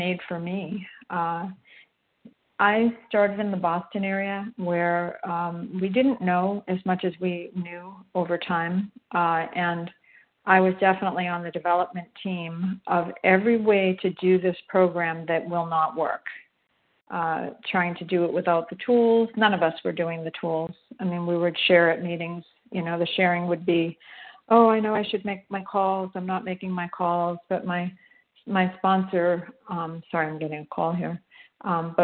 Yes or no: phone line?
yes